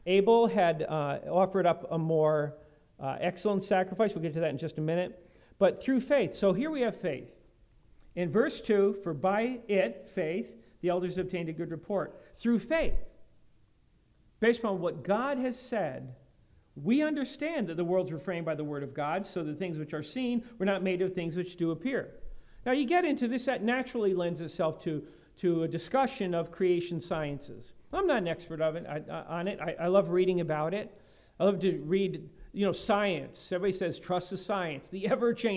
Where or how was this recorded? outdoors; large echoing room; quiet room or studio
large echoing room